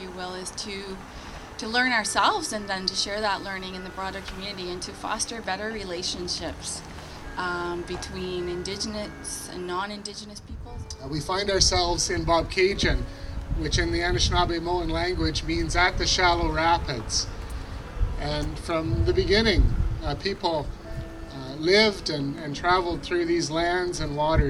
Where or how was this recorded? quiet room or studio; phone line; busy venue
busy venue